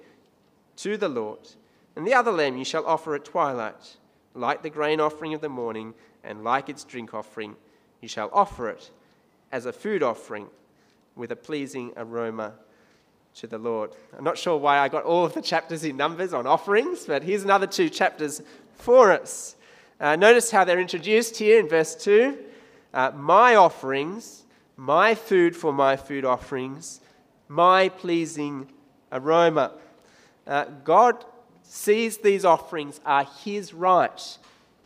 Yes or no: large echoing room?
yes